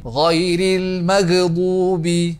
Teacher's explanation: Do not add qalqalah or bouncing sound at the letter ghain.